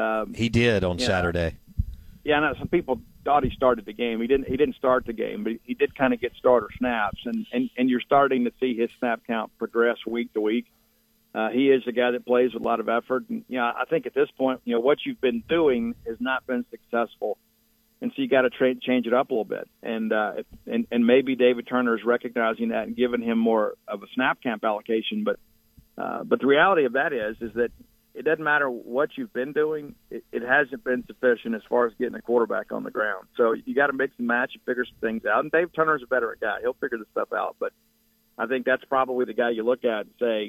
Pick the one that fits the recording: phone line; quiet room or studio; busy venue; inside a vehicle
phone line